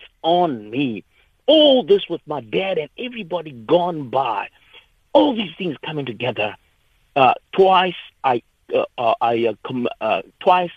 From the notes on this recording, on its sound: we are joined on the line